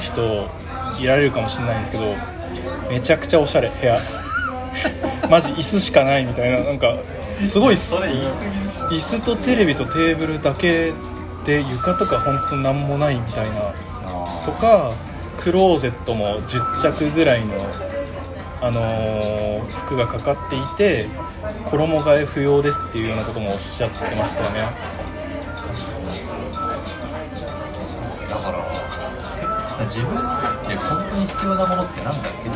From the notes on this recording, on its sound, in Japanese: 野外録音のため、環境音など聞こえづらい点ご容赦ください。